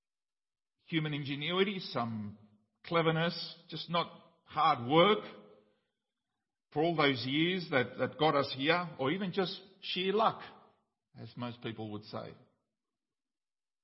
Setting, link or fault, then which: setting, large echoing room